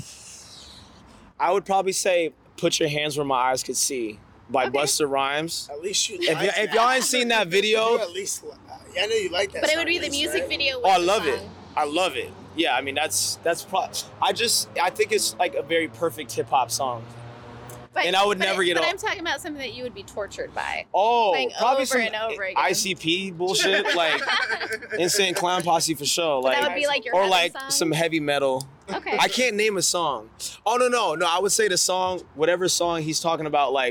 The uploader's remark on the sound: Star Awards Live Coverage. Portland Hip Hop Week. We did live interviews with local artists. The 2022 "STAR AWARDS" presented by Leadertainment featured collaborations with Mic Check and PDX Rated Ill Records .